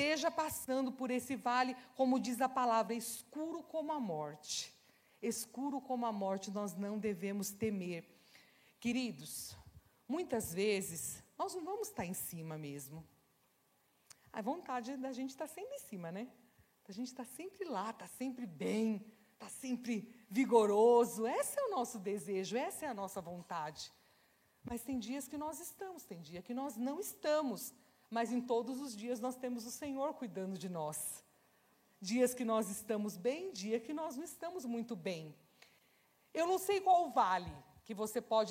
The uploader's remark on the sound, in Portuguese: Celebração ao vivo